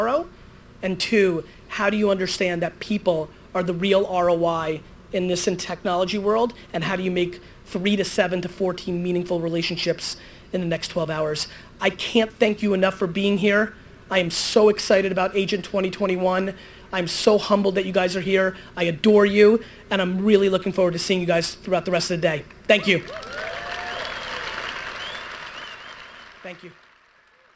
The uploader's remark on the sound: I was fired up for this opening keynote that I gave at VaynerExperience's first major event, Agent2021.